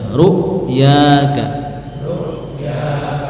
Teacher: Enggak ada qalqalah, tidak pula ada nafas. · Term: huruf hamzah